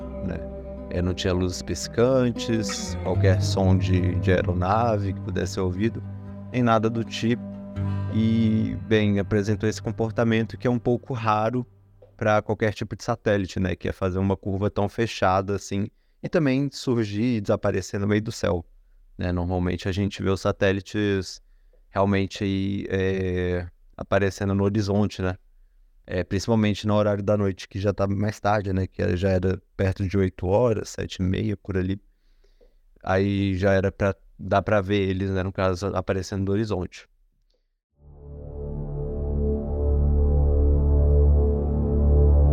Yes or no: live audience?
no